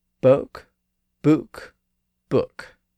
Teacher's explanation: So again, just to trace that sound change for you, book began as book during the time of Chaucer. The vowel was then raised up to book during the great vowel shift. And then, in the 1600s, the vowel was shortened to book. So it was boke, book, book.